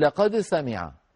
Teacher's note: فيظهرون الدال على الأصل، لأن الأصل في الحروف الملتقية الإظهار، والعدول عن الإظهار إلى غيره عدول إلى الأسهل.